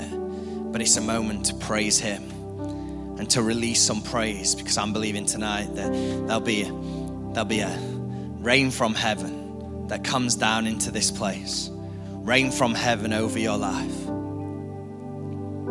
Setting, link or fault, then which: setting, large echoing room